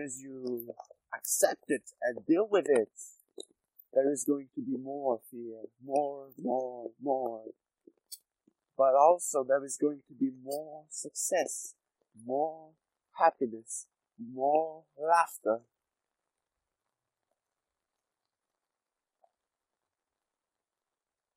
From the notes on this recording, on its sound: It is recorded while I am walking in the rain. The noise of the rain was removed.